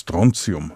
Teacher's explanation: das hat kein H zwischen dem T und dem I, deswegen wird es als TSI gesprochen